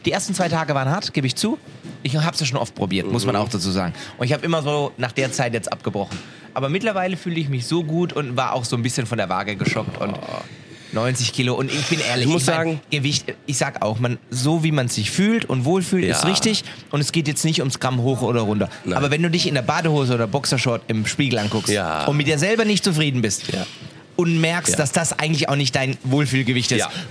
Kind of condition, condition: setting, busy venue